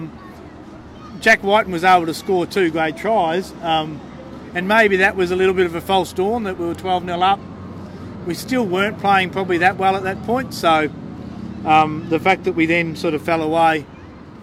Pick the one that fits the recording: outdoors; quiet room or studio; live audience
outdoors